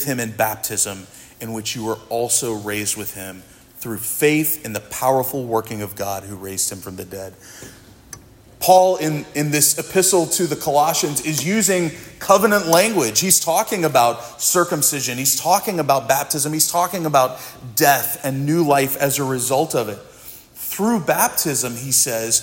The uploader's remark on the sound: This sermon was preached at Providence Church